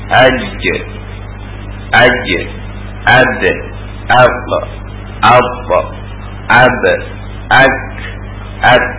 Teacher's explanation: Itu huruf-huruf syiddah. Artinya ketika kita mengucapkannya tidak mengeluarkan suara, ya, tapi tertahan.